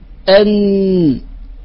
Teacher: حافة أدنى حافة لسان إلى طرفه في اللام، فتقول ال أن، فطرف اللسان يكون أسفل من مخرج اللام قليلا · Term: النون